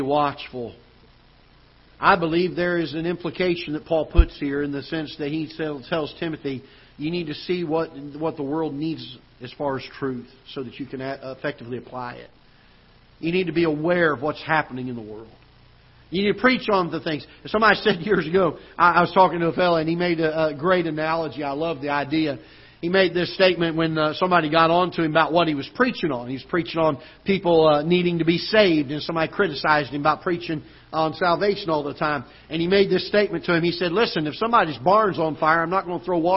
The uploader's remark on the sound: Ketha Heights Baptist Church ~ Live Broadcast